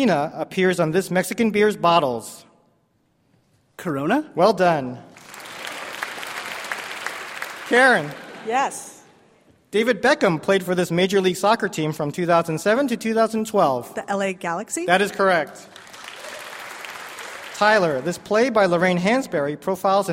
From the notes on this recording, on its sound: from the San Francisco comedy festival SF Sketchfest